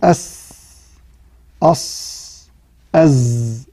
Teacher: مع ملاحظة عدم إعمال الشفتين في إخراج حرف الصاد · طرف اللسان مع ما بين الثنايا العليا والسفلى قريبة إلى السفلى، ويخرج منه السين والصاد والزاي · Term: حروف الصفير